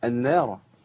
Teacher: النون هنا مرققة والألف مرقق الراء هي المفخمة